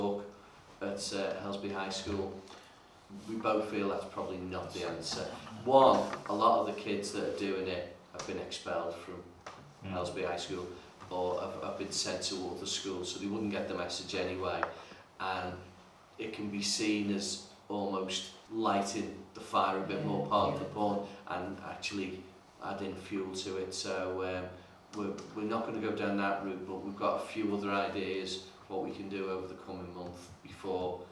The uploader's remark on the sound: Audio recording of Frodsham Town Council Meeting 3 held on 26 September 2022